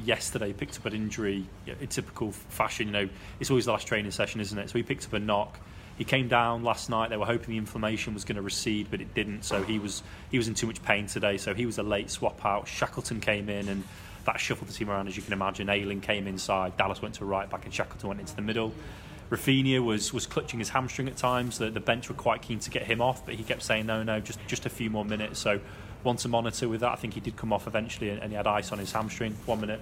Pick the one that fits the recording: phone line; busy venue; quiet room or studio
busy venue